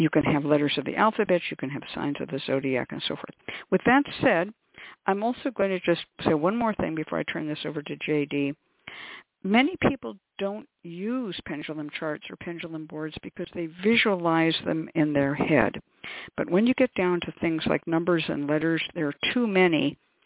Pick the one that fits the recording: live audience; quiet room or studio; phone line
phone line